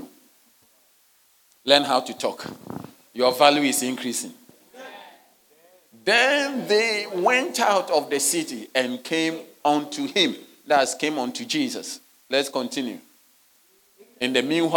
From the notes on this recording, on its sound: Sermon delivered on Sunday, February 11, 2024, at Serious Christian Church in Cape Town, South Africa.